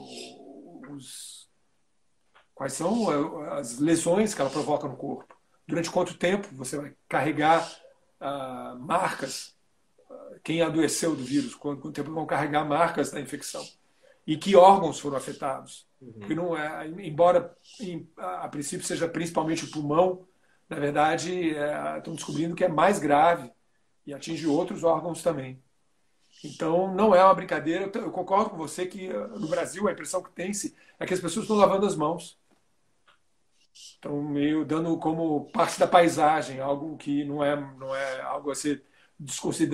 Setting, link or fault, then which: link, video call